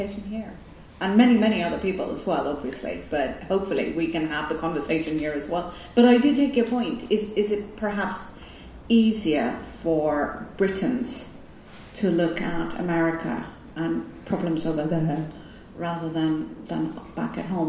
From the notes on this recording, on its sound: a sold out crowd at Sutton House in Hackney, London